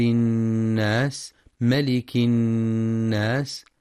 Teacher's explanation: وفي سورة الناس بسم الله الرحمن الرحيم: قل أعوذ برب الناس ملك الناس، ينتبه القارئ لتحقيق همزة القطع في أعوذ وترقيقها، ولبيان سكون اللام في قل مع صفة التوسط التي هي بين الشدة والرخاوة، والحذر من تحريكها بالفتح، وينتبه القارئ للغنة في النون المشددة من كلمة الناس، فهي أكمل ما تكون، مع بيان صفة الهمس والصفير في السين.